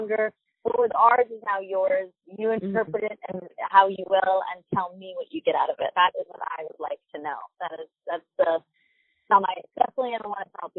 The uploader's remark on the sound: Spoke exclusively to us via phone. This interview was done via phone, so the audio is not our typical quality.